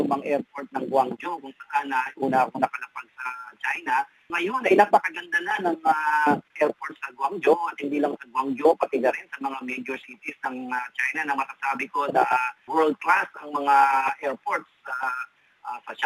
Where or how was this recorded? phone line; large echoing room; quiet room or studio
phone line